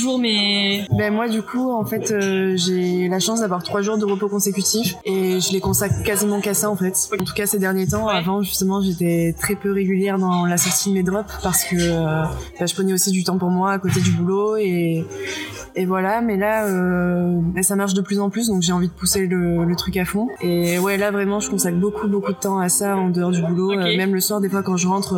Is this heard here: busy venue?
yes